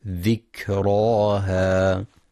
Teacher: ينتبه القارئ لهمس وشدة الكاف، هكذا ذكراها.